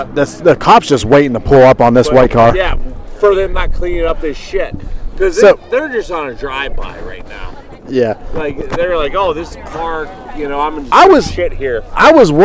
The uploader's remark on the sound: Massillon vs. McKinley Tailgate Show. We bring you all the sounds from the greatest High School Rivalry game.